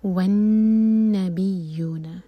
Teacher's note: نون پر غنہ، جلد سے نہیں پڑھنا، دو سیکنڈس کا ٹائم دیں گے نون پر